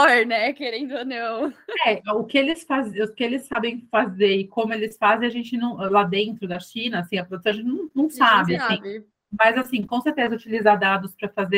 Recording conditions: video call